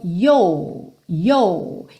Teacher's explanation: é mais essa ideia da vogal alongada do que da língua enrolada mesmo